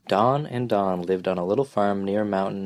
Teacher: a strong glottal stop, dropping the T's, but not a lot else